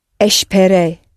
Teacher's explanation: for an AR verb, if we want to give the command, we press down on the penultimate syllable and come up on the opposite track, so we come up on the letter E.